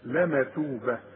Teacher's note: اذا وقفت هتتحول التاء المربوطه الى هاء.